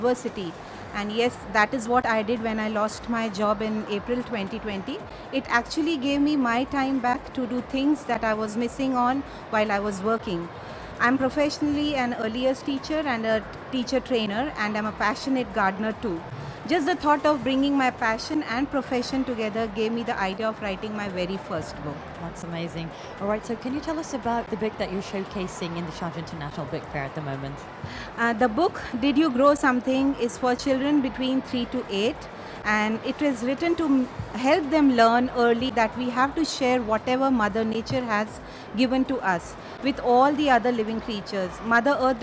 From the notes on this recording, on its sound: Live interview from SIBF 2022